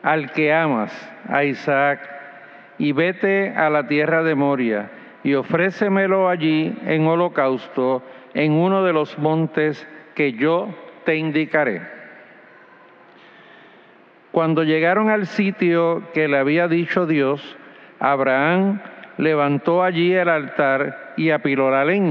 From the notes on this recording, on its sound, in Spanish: Grabada en la celebración eucarística dominical en nuestro Santuario el sábado 24 a las 6:00 P.